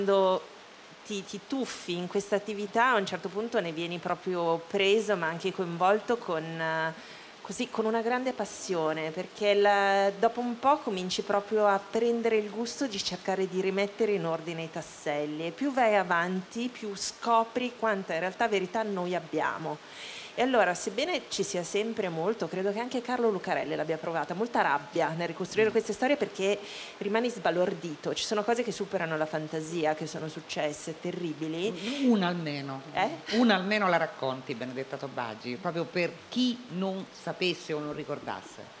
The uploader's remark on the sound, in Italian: In diretta da Mantova - Piazza Leon Battista Alberti - per la XXIII edizione del Festivaletteratura